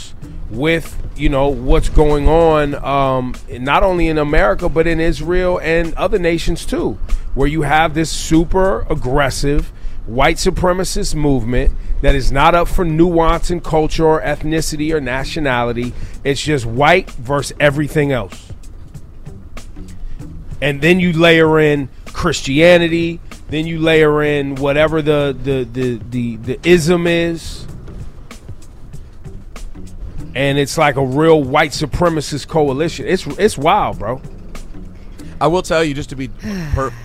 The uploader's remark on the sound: LIVE from the Peace Mobile. The EITM team are on the Peace Mobile headed to the Bronx!